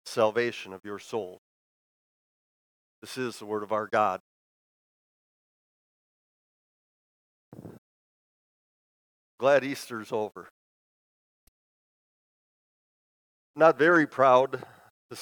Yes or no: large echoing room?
yes